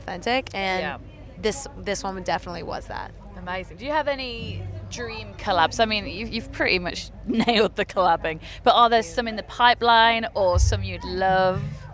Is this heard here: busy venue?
yes